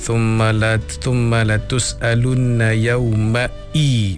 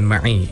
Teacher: maknanya bukan ain, dia hamzah · Shown in: first take · Nah, jadi maknanya sebutannya adalah mesti dengan jelas, thumma latus'alunna yawma'i, bukan ma'i.